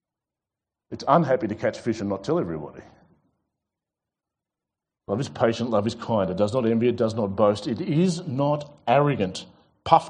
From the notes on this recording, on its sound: This sermon was preached at The Rock Christian Church.